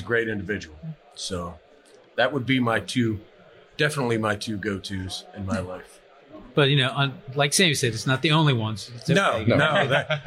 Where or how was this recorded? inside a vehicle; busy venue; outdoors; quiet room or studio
busy venue